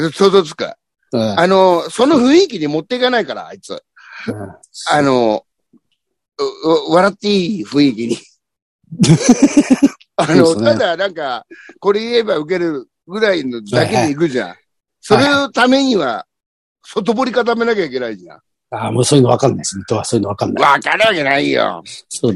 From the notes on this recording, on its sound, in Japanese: ZOOMで収録